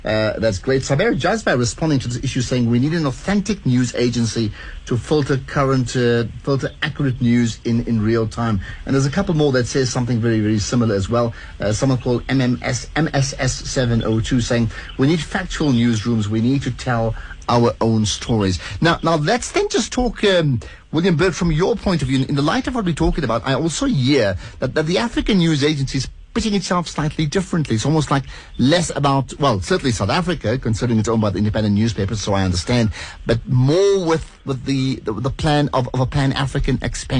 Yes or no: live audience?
no